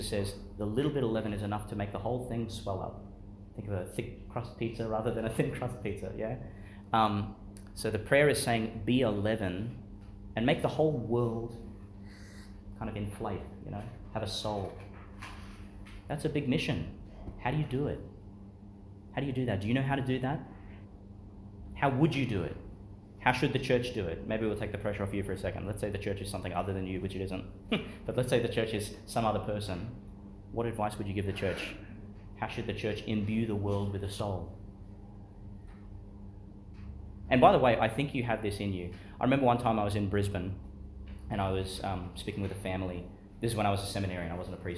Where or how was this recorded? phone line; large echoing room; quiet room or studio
large echoing room